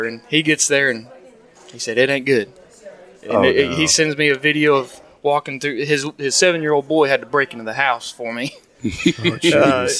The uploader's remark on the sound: Live from NAWEOA